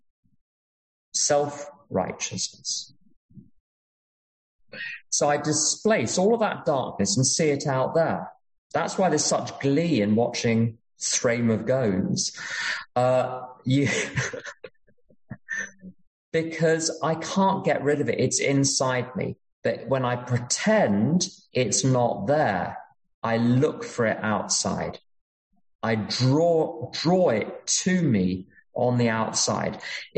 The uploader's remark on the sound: at an unknown zoom meeting held in July of 2022